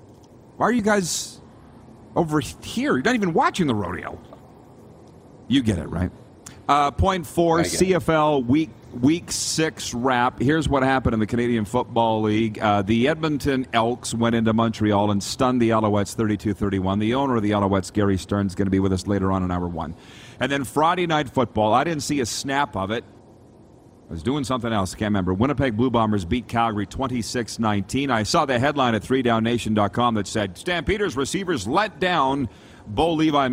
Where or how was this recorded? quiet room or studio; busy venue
busy venue